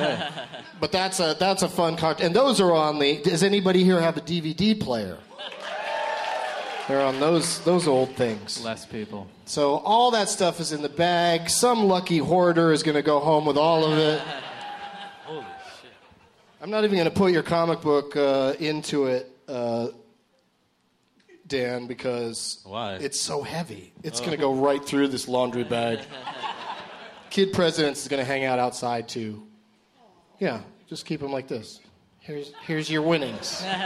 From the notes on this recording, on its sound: Live from the Irving Plaza in NYC